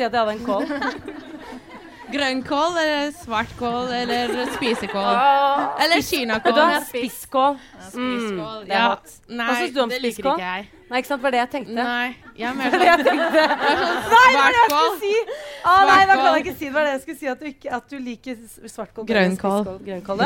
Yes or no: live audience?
yes